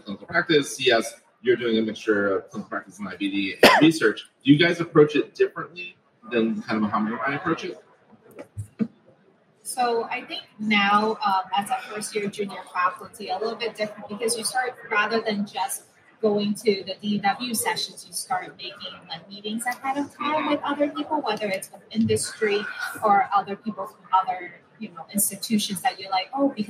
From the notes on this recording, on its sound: Live from #DDW2023. We're live from Digestive Disease Week 2023! In our first-ever live recording. Answer live attendee questions.